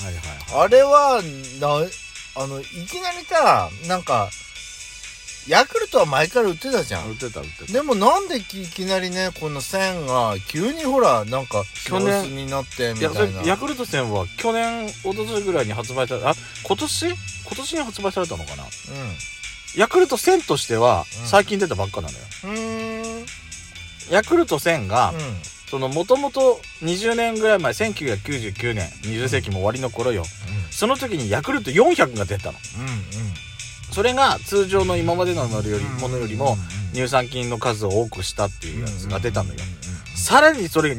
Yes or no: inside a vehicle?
yes